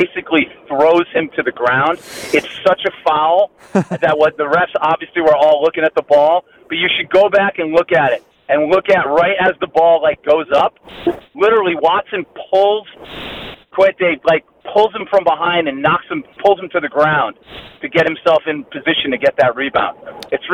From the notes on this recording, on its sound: calls in live from Notre Dame